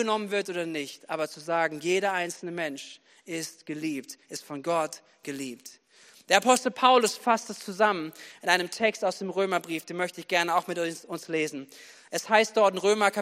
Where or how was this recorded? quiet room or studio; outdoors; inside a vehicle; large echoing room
large echoing room